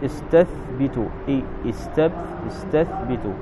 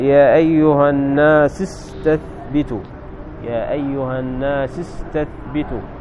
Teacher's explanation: فمثلا كلمة استثبت إذا ابتدأت بها تنطق الهمزة · Shown in: first take · فتقول استثبت استثبت، لكن عند الوصل يعني إذا ذكرت قبلها كلاما لا تنطق. · Term: همزة الوصل